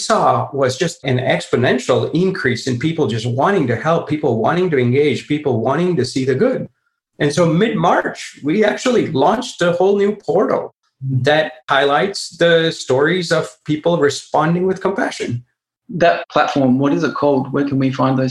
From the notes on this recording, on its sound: This chat was recorded live as a webinar for SOCAP, a global impact investment summit that takes place annually.